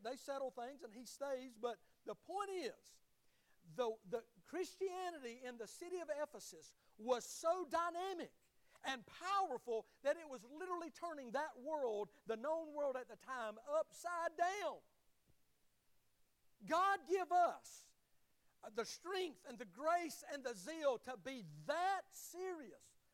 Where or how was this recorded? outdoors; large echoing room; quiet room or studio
large echoing room